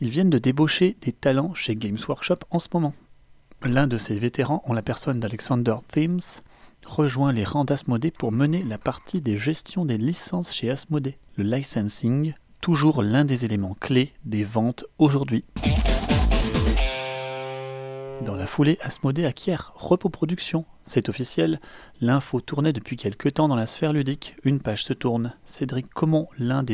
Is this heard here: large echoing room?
no